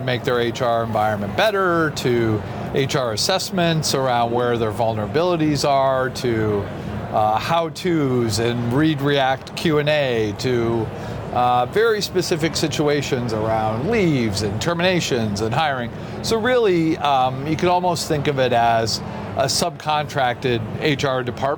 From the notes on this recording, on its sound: Took its Gartner Marketing Award-winning HR Trends podcast studio on the road (again) to the 2023 HR Technology Conference & Exposition , held October 10–13 in Las Vegas. Unum took its Gartner Marketing Award-winning HR Trends podcast studio on the road (again) to the 2023 HR Technology Conference & Exposition , held October 10–13 in Las Vegas.